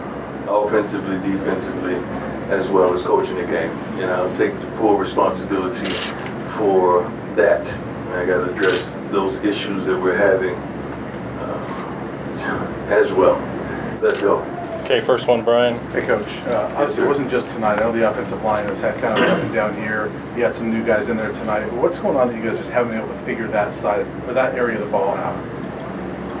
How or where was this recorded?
busy venue